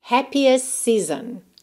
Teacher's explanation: Porque eu já tinha um S antes e eu tenho um S logo depois. Então, eu simplesmente omito esse T e junto os S's. · perceba que o T de happiest realmente sumiu. Por quê? Porque eu já tinha um S antes e eu tenho um S logo depois.